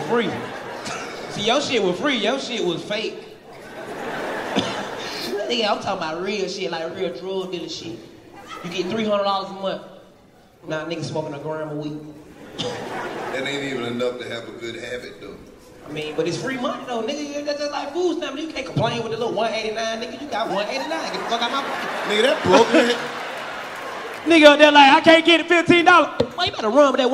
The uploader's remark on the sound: The Augusta Live Comedy Special